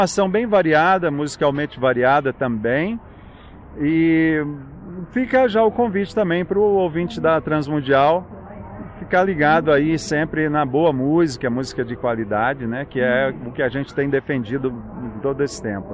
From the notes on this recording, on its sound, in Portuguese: durante a Feira da Páscoa organizado pela Igreja Presbiteriana do Bueno em Goiânia